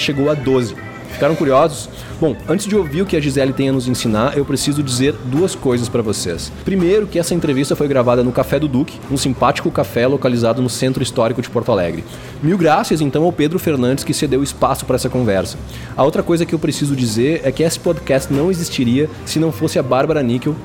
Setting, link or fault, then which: setting, busy venue